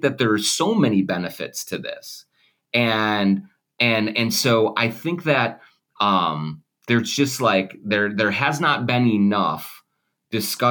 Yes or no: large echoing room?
no